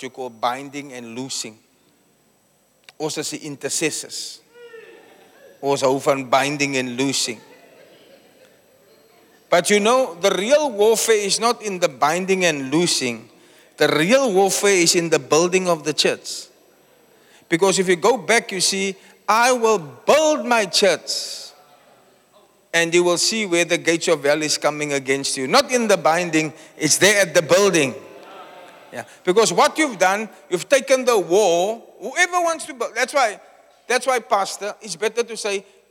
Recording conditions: live audience